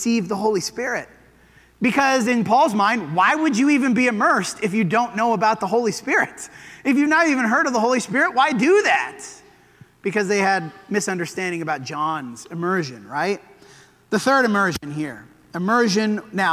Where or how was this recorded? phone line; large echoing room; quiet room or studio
large echoing room